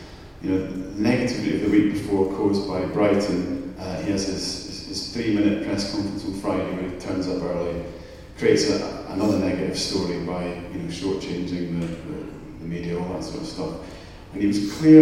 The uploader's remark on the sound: Live In Manchester. The first half of our live event in Manchester. Yes, we know the sound quality isn't the greatest throughout, and we apologise.